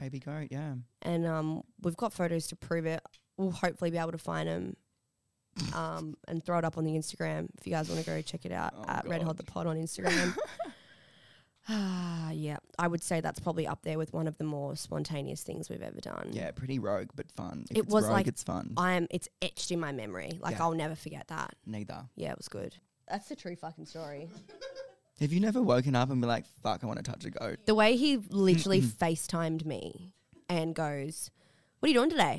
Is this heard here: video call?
no